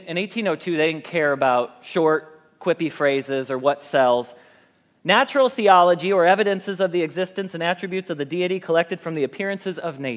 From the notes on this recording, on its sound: Message Preached at Valley Creek Church